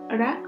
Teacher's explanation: And one thing, I didn't tell you this before, but the R is slightly rolled